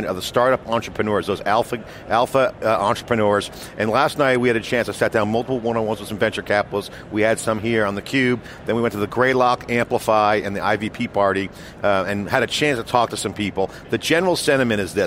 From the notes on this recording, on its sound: live from re:Invent 2017